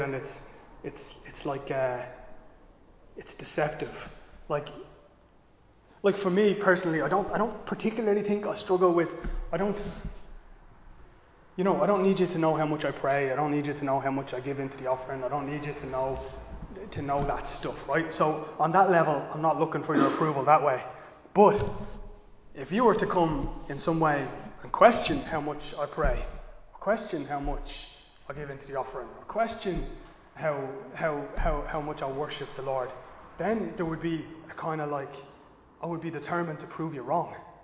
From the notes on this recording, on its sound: Recorded live in Liberty Church on 7 August 2022